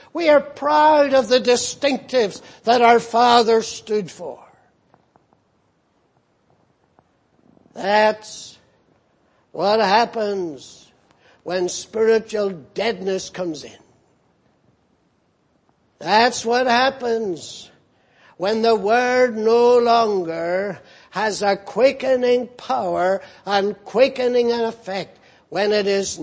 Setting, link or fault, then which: setting, large echoing room